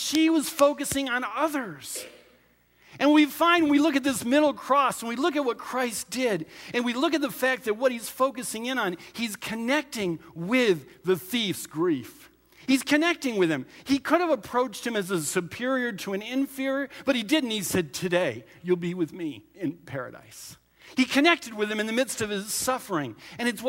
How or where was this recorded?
large echoing room